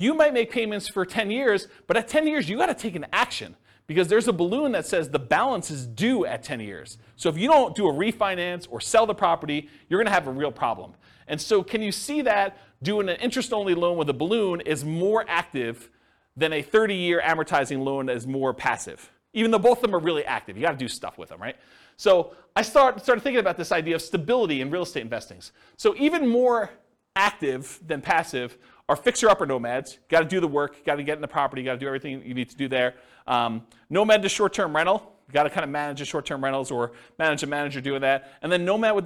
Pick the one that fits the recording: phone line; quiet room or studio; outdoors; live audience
live audience